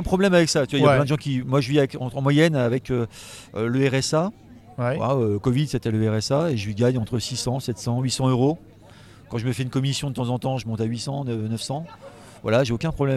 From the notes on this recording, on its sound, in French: rencontre au festival Etrange Grande 2023